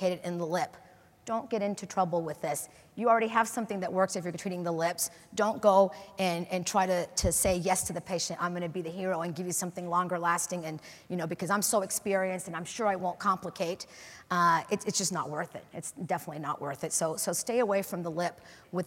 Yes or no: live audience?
yes